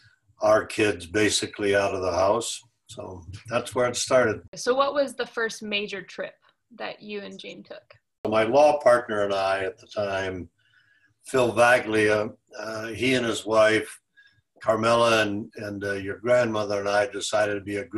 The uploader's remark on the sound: I sat down over Zoom